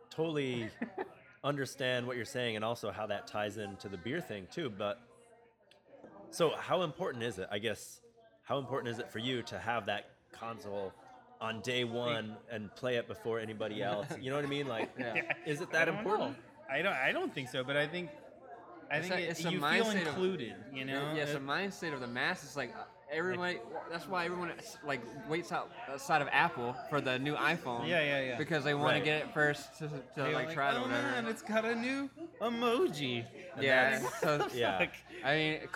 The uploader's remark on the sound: Live! From Eagle Rock Brewery